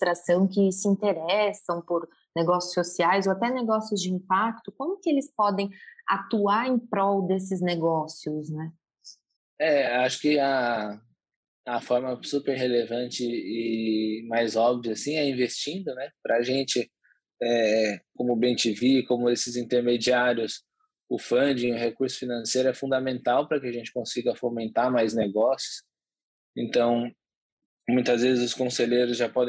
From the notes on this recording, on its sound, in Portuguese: Este episódio foi gravado via internet em home office.